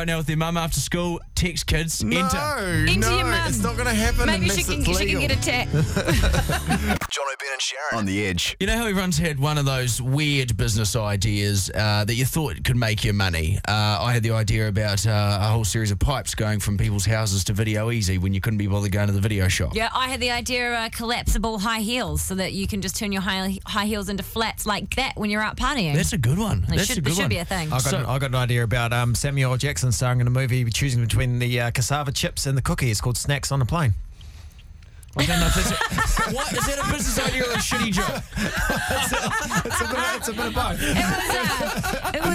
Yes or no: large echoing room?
no